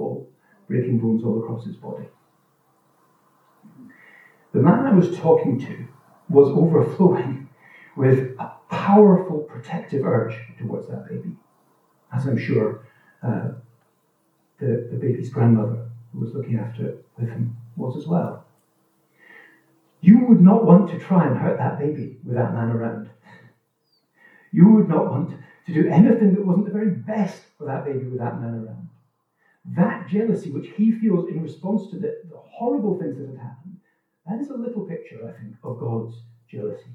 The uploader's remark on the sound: This recording is of low quality, due to technical issues, but should be audible throughout.